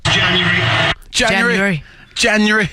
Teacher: He turns it into a three syllable word January. instead of a four syllable.